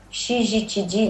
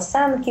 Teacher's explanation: Pod koniec 3 roku życia dziecko już powinno ładnie mówić syzy, cydzy, bez zmiękczania, żeby to nie było sizi, cidzi, nie sanki, nie sianki, tylko sanki · Shown in: second take